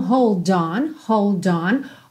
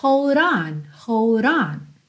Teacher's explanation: Esse D do hold, você pode fazer mais D mesmo, hold on, ou mais rarara